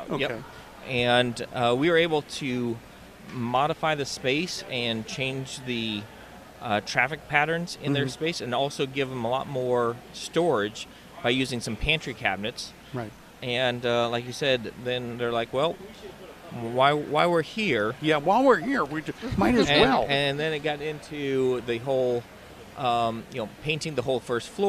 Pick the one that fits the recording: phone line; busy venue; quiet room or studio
busy venue